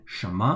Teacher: You've seen that many times before, that second tone and neutral tone.